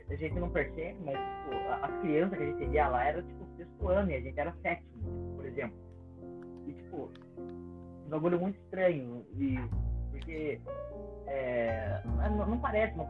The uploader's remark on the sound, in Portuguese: Assuntos polêmicos com um áudio merda.